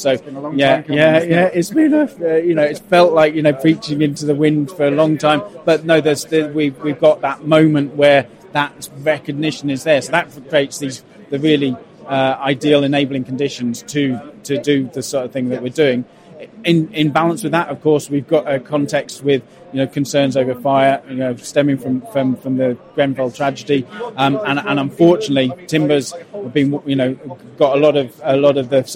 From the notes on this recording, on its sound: Two conversations recorded at Futurebuild 2022.